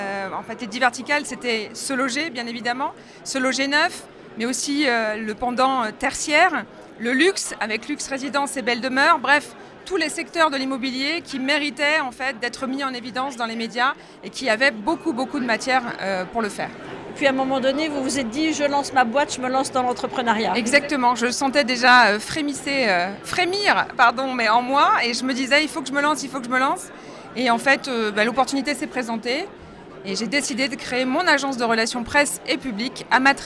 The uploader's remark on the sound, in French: Cette interview a été enregistrée en live d'Immo, le congrès FNAIM 2023.